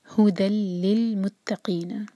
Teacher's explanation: ہاں پر دومہ ایک حرکہ، ہو دال پر تنوین، اور اس کے بعد جو یا ہے وہ پڑھی نہیں جائے گی، ہم سیدھا تنوین کو آگے لام سے جوڑیں گے. تنوین کے بعد لام ہے، اس کا مطلب ہے ادغام بغیر غنہ کا، ناک میں آواز نہیں لے جائیں گے. ہو دل اور لام کو اسٹرانگ کریں گے اور اگلے لام سے جوڑیں گے.